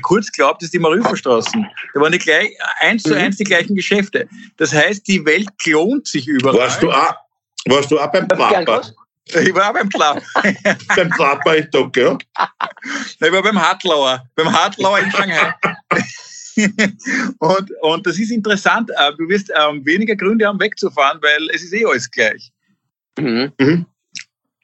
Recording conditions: video call